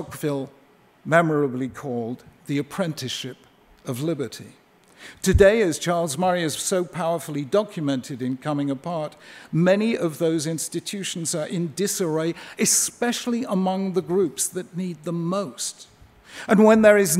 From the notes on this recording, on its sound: at a ceremony in Washington DC